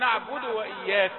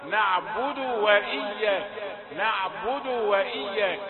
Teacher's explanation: نعبد، كمل الضم الأول، نعبد و، قبل ما تجيب الواو المفتوحة كمل ضمة الدال · Shown in: second take